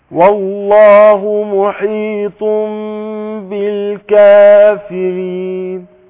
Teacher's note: هقلب نون التنوين ميم، فاقول محيط مع الغنة حركتين